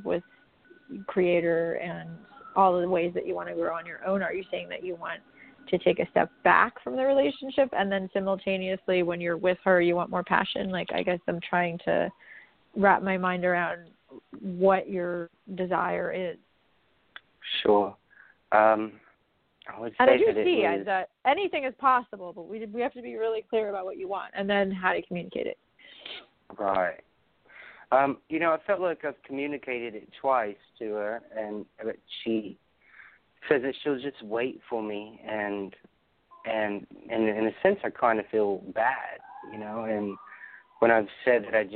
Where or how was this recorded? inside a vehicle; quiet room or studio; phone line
phone line